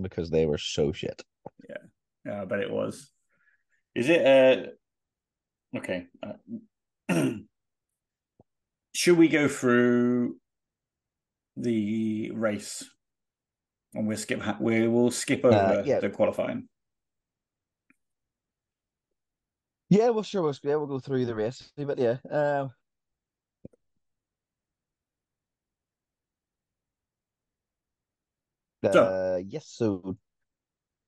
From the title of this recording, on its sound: Bad Internet Bad Podding